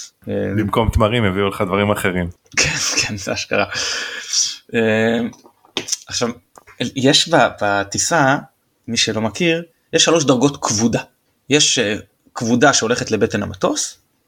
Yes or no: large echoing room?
no